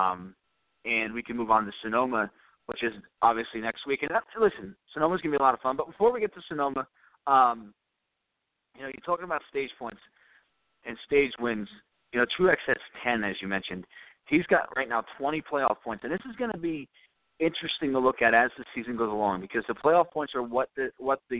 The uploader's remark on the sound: Taking your phone calls